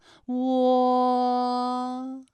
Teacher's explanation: 我们的唇形始终是圆形的，舌位的动程呢是由高到半高，在归音的时候呢是要弱收到位的